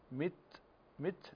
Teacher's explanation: التاء هنا مهموسة لكن فيها شدة، والشدة تكون قبل الهمس · Term: حرفان شديدان مهموسان